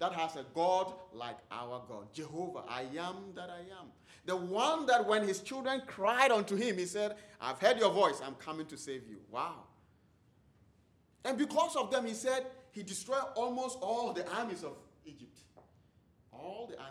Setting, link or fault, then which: setting, large echoing room